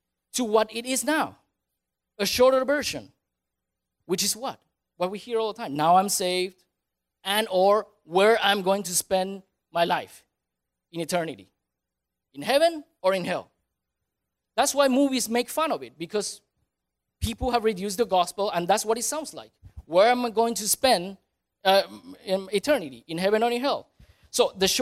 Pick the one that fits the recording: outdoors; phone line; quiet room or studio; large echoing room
large echoing room